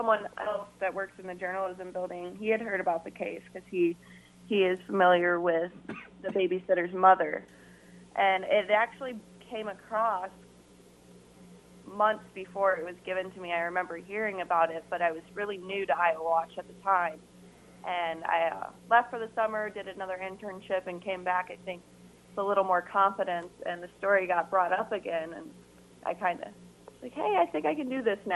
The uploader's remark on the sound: IowaWatch talks on KXIC radio. In studio. By phone.